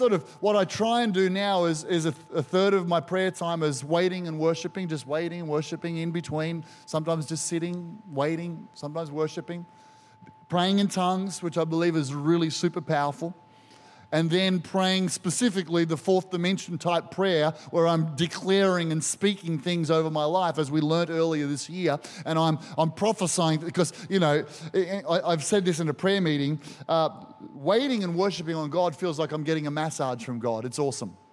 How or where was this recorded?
large echoing room